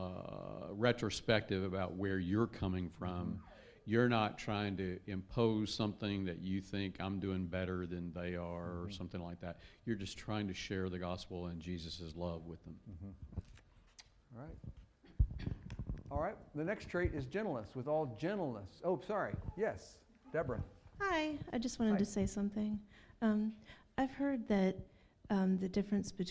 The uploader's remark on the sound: Fuquay-Varina church of Christ sermon audio